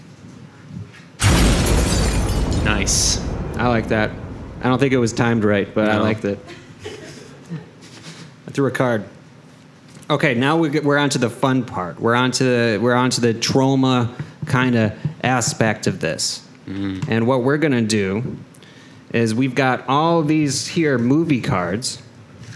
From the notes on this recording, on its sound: Live at TromaDance Detroit. Show off their new creation to a live audience.